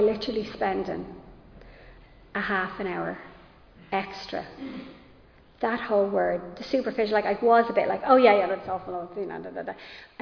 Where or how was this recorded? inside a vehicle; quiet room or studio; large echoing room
large echoing room